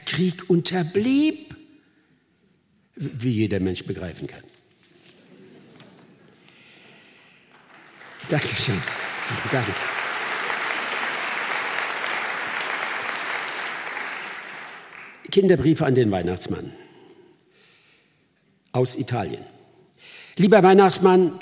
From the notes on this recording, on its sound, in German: Mitschnitt des Konzertes vom 21. Dezember 2022 aus dem hr-Sendesaal in Frankfurt, Teil 1.